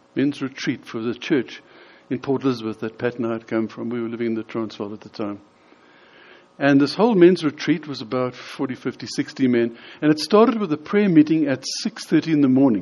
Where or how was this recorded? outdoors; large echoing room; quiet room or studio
large echoing room